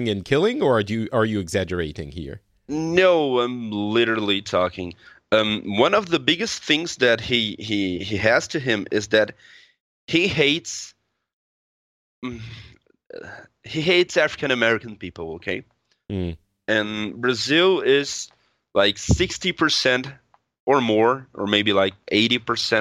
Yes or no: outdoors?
no